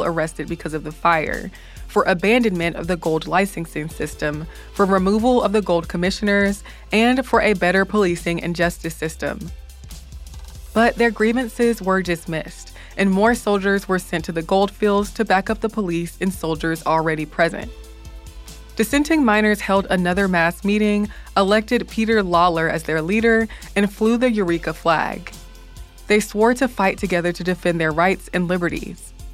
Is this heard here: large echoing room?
no